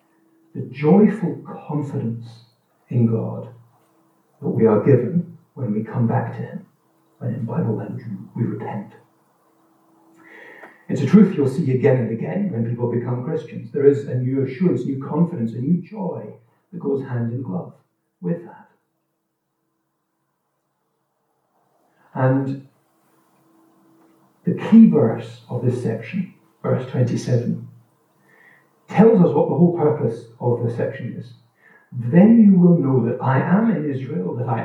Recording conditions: poor sound quality